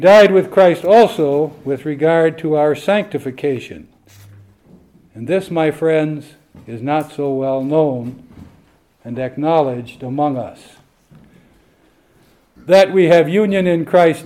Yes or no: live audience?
yes